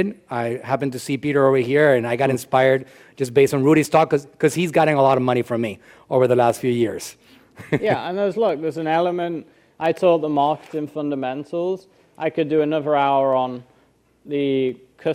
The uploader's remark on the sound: Joins us at our HQ in Largo, FL for a live workshop in this episode.